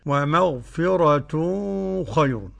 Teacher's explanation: ومعانا تنوين، وأتى بعده خاء أبو جعفر رضي الله عنه وأرضاه يقرأ بالإخفاء